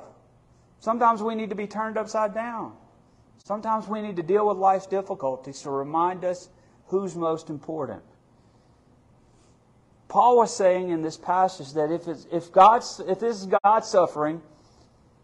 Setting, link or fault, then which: setting, large echoing room